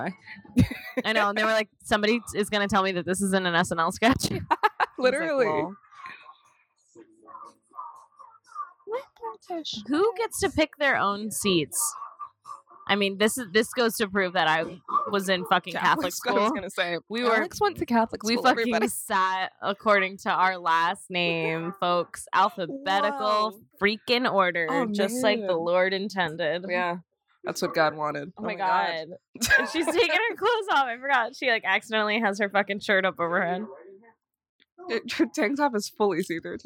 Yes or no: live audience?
no